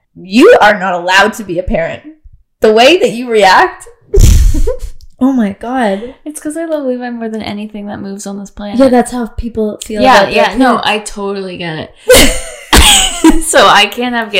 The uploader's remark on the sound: Promise we're trying to figure out our audio.